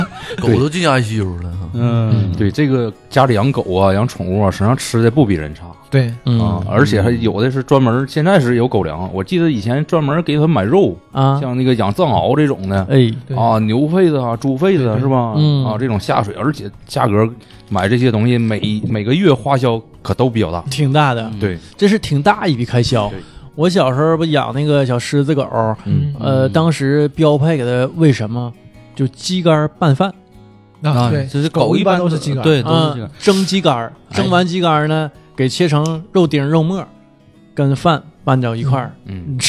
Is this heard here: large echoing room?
no